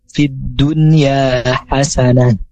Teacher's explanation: jadi hasanah tak marbutohnya itu berubah menjadi ha, jadi tidak jadi ha tapi ha.